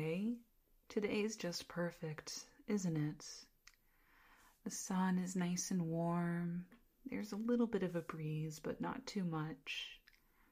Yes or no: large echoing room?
no